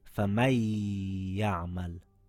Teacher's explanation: we hold the ya for two counts.